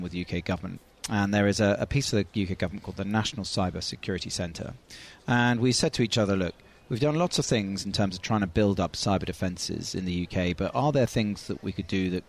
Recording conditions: busy venue